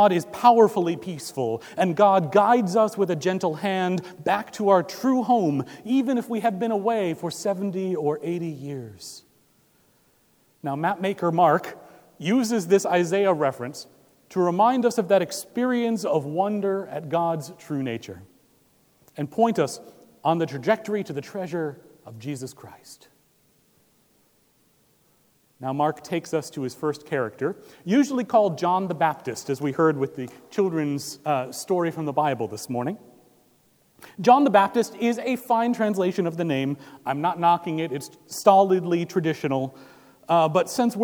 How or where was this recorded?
large echoing room